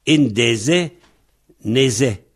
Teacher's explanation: Le N est assimilé, le D est assimilé par le N